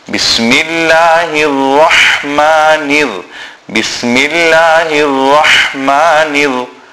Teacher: And then the letter Ra is joining with a big Ha. So that Ha has to be pronounced from the center of the throat.